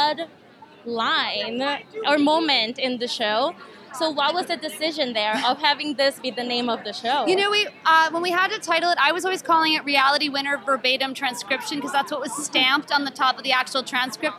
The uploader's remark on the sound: Opening Night Red Carpet Interviews